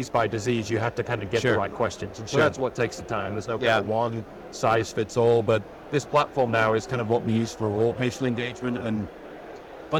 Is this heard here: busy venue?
yes